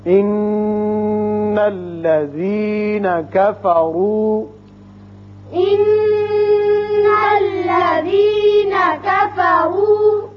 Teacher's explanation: ان الذین کفروا، نون مشدد ہے، غنے کی آواز نکالیں گے، کفروا میں را کے اوپر پیش ہے، اس کو پر پڑھیں گے